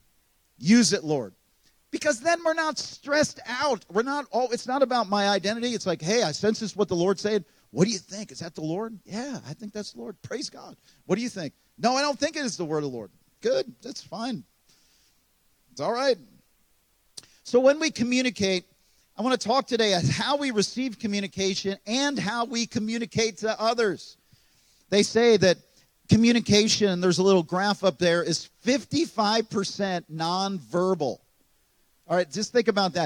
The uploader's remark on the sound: This message was recorded on March 26, 2023, at Gateway Church in Richmond, Indiana.